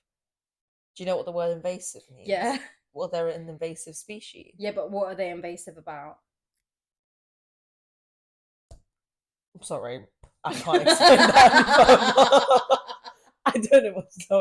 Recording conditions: poor sound quality